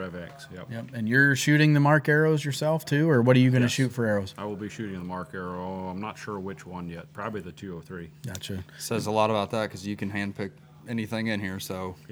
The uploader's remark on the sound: live at Miller's Gun and Supply in Sugarcreek, OH.